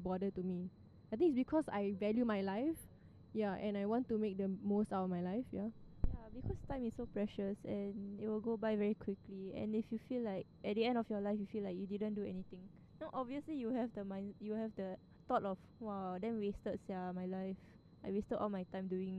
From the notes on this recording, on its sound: Sorry for the Bad Audio hahahah we were recording next to a ventilator.